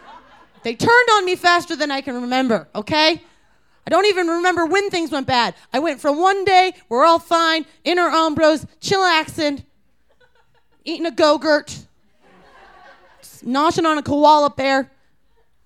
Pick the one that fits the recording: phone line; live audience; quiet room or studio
live audience